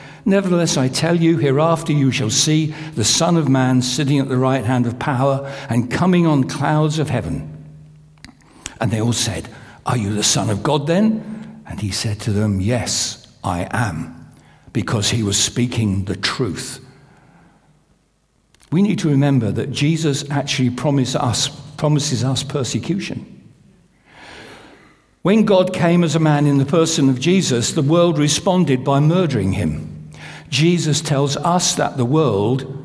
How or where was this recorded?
large echoing room